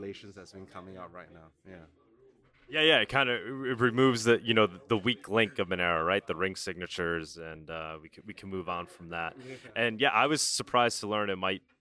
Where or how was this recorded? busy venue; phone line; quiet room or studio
busy venue